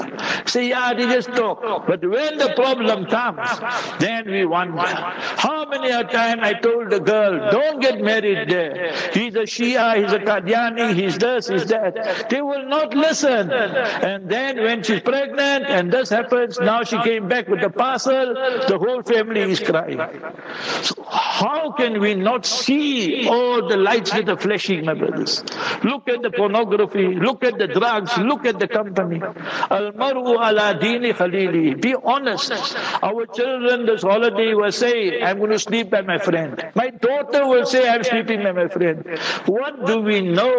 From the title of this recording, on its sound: Jumah Lecture at Rainbow Masjid